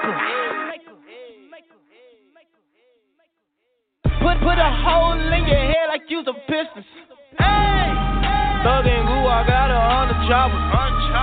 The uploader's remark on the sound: We have invited various people to call in and discuss some trending topics , current events and local happenings in their neck of the woods!